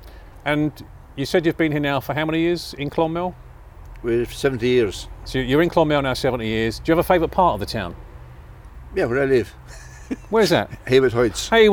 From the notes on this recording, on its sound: I met up with him outside the building for a chat.